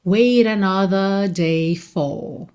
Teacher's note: Aqui a gente tem um rarara no T de wait para juntar wait another.